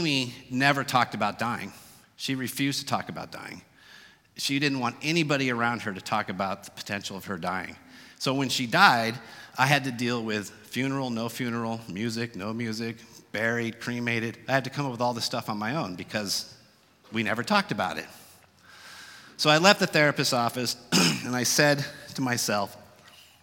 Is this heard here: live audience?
yes